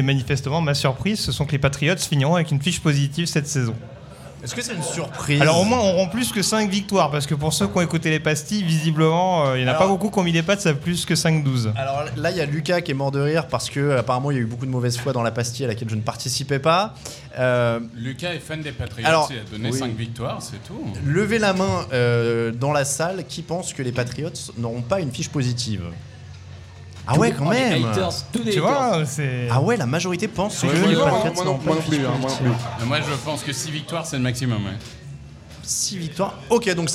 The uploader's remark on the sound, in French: Devant le public du Hard Rock Café, l'équipe du podcast Touchdown Actu se lance dans les prédictions.